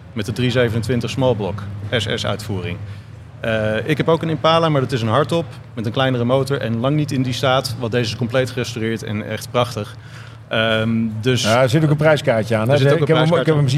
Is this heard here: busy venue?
yes